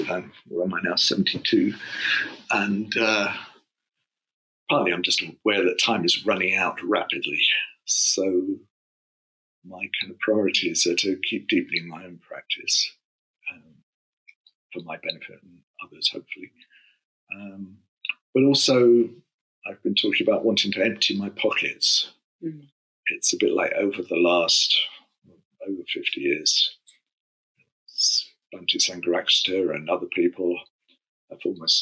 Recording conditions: poor sound quality